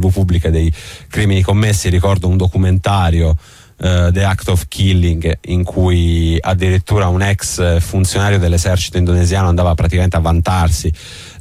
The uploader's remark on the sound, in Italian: Ne parliamo al telefono con due compagni.